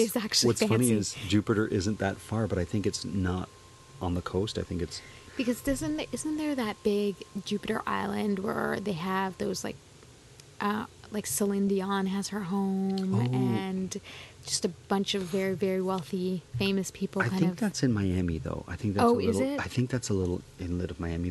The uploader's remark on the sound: We take a walk to the local corner store